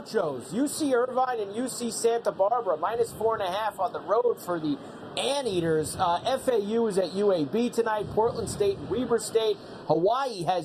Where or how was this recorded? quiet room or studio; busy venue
busy venue